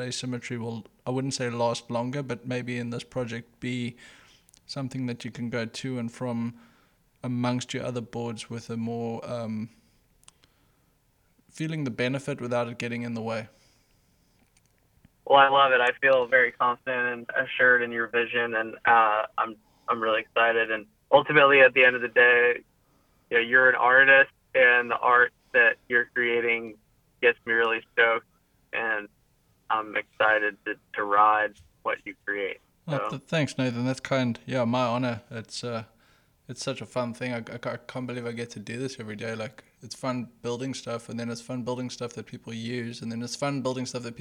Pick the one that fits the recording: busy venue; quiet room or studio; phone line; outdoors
phone line